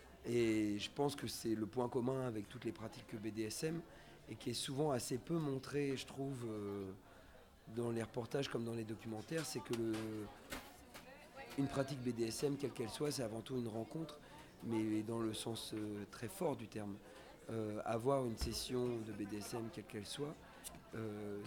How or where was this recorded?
busy venue